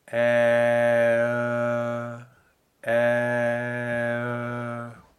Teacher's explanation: we have the inside shape of an open E and the lip shape of an open O. So we go from E, and then we round our lips to O. · Term: OE mixed vowel